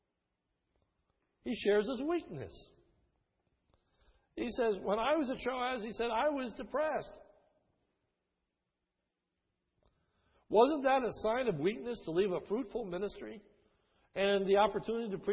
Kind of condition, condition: setting, large echoing room